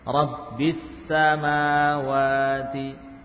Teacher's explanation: Jadi alifnya tidak dibaca, lamnya juga ya diidghamkan ke sin ya.